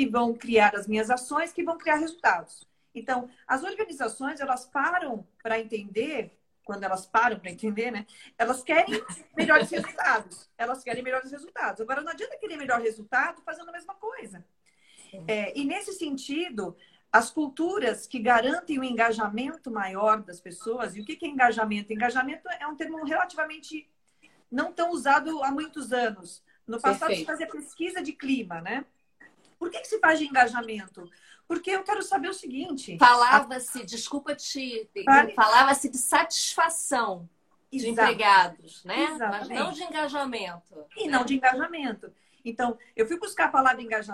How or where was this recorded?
video call